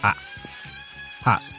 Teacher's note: We get the monophthong, and that ow changes to ah